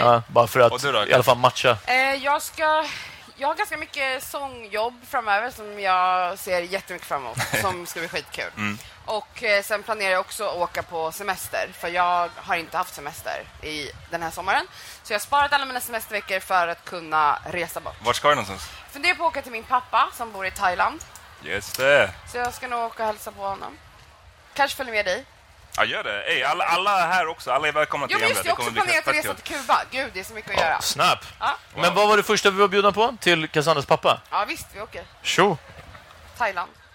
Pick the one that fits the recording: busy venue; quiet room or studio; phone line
busy venue